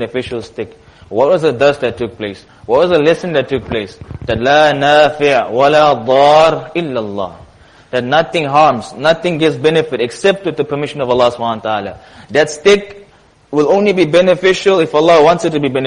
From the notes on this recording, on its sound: Jumuah Lecture at Masjid Nur ul Huda 06 January 2023